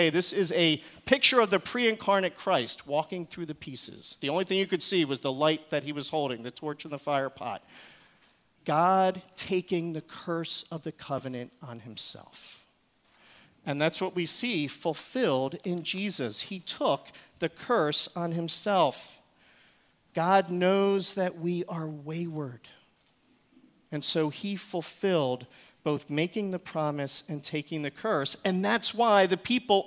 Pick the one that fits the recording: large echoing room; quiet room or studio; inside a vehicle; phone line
large echoing room